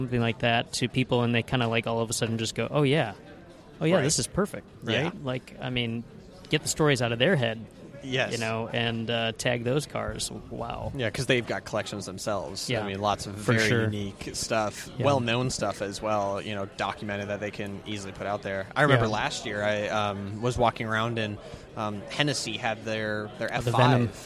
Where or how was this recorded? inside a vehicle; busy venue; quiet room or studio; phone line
busy venue